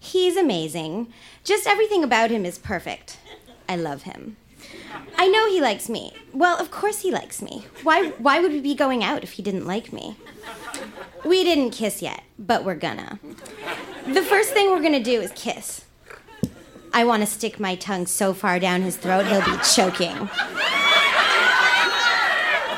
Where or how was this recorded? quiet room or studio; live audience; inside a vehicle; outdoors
live audience